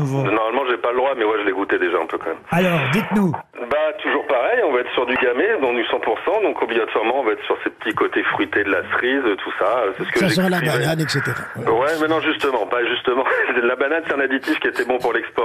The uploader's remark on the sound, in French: était au téléphone des Grosses Têtes